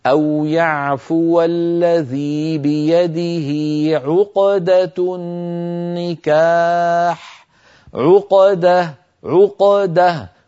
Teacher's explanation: فالقاف ساكنة لا تتأثر بالضمة قبلها ولا الفتحة بعدها · Term: القاف الساكنة